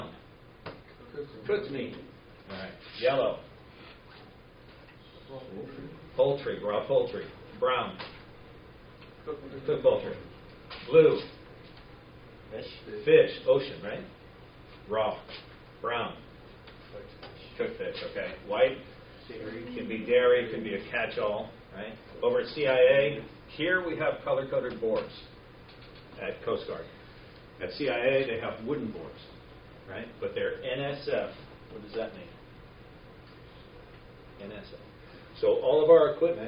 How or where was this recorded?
live audience